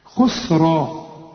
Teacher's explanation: كل راء مفتوحة في القرآن مفخمة، وتكون إيه في التفخيم أكثر لأنها بعدها ألف